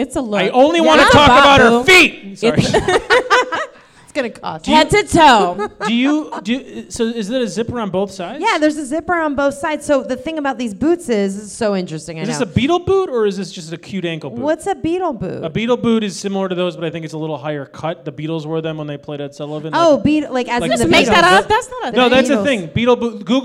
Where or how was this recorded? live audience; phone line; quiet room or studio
live audience